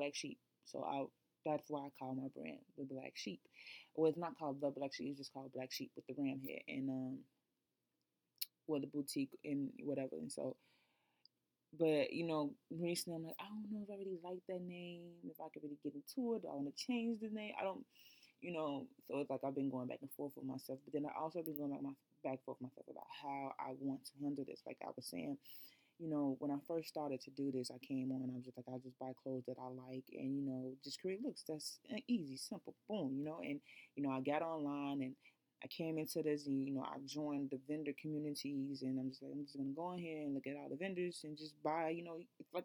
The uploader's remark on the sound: Sorry, the audio is pretty low!